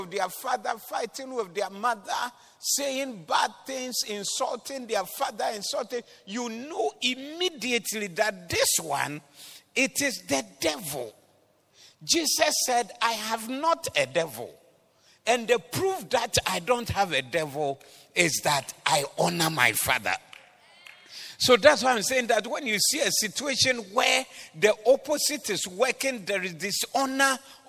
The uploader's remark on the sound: Preached at the Doxa Service.